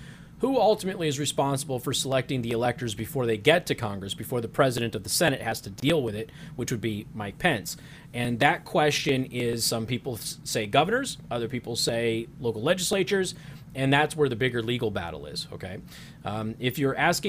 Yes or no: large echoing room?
no